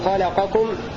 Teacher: أدغم القاف في الكاف